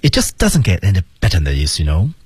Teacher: it 失去爆破，just 失去爆破，doesn't 失去爆破，get 失去爆破